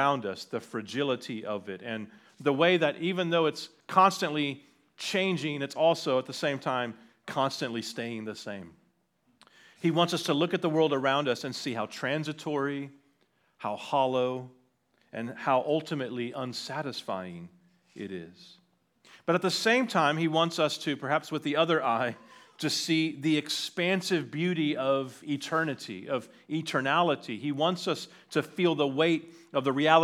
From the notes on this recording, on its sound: on 10/22/2023 at Liberty Baptist Church in Liberty, Missouri.